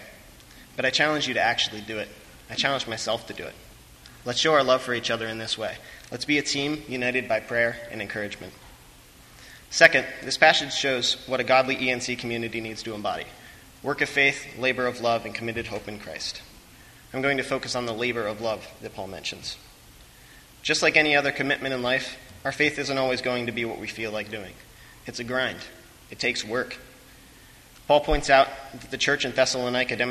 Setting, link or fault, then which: setting, large echoing room